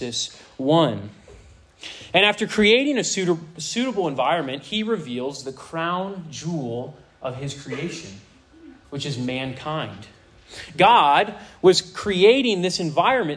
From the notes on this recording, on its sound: This sermon was preached to a Senior High audience